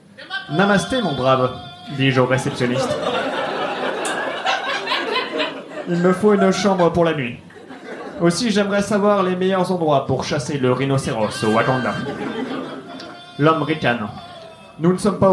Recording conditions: live audience